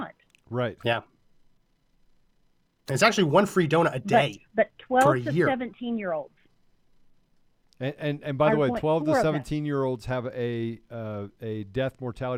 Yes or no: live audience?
no